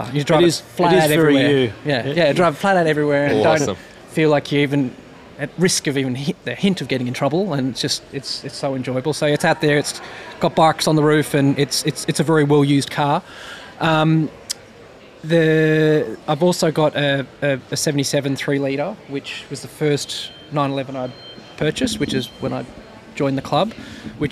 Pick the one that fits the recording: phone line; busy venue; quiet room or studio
busy venue